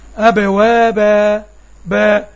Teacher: مد طبيعي عادي، مد حركتين طبيعي · Term: المد العوض